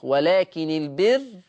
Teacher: ويضم أيضا الراء للفظ البر مع الترقيق